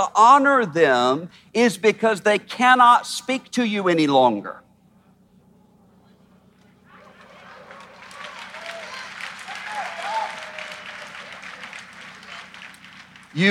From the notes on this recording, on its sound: At our historic MLK50 Conference. Addressed the crowd in a passionate message.